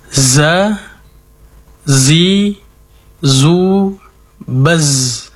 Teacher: Ketiga huruf ini memiliki sifat as-safir, yaitu berdesisnya suara ketika diucapkan.